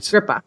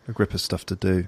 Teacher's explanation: in American pronunciation, we really reduce the word of to sound more like a grip of stuff to do.